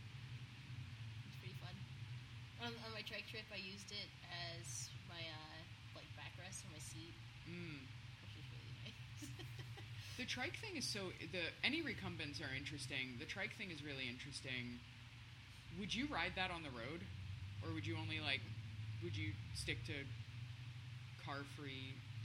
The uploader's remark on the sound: It’s the first time I’ve recorded face to face as well as outside with all of the elements you might expect to hear in an urban park. You’ll get some ambiance like birds and the sound of camp stoves, as well as some guy yelling in the background, and there’s a fairly loud fountain nearby! I tried to clean it up to have our voices stand out as strongly as possible, but I apologize in advance if it’s hard for anyone to hear.